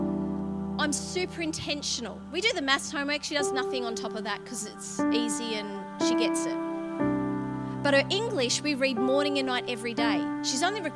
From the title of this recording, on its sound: LIVE at Echo Church